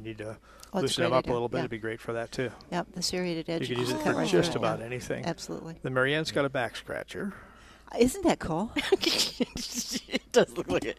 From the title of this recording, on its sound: Plant Experts Live at Prairie Gardens